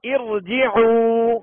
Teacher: اب اس را ساکنہ سے پہلے زیر عارضی ہے لہذا را کو پور پڑھیں گے